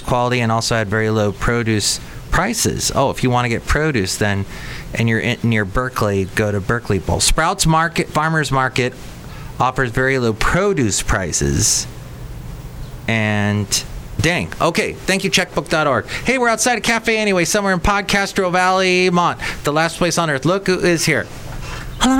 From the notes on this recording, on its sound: Podcasts live from Cafe Anyway.